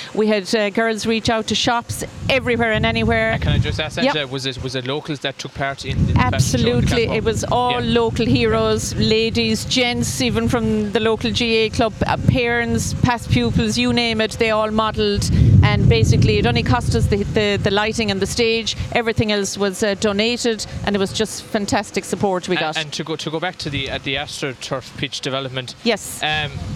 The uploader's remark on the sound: Interview as part SBCR live OB programmes of Live at the Green during the Scariff Harbour Festival weekend on Saturday 5th August.